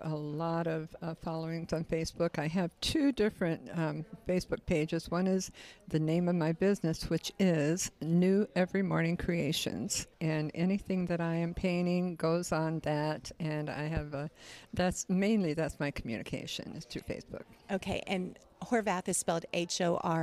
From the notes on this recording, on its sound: We've included a few more interviews with local artists that we recorded at our Local Artists Festival on October 22, 2022.